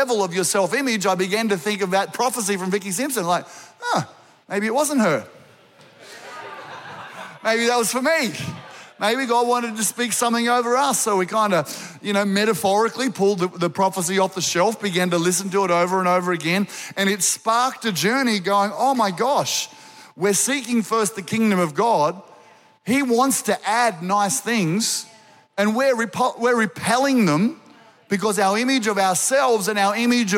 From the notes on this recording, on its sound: Recorded during our 9am service on Sunday, the 22nd of October 2023.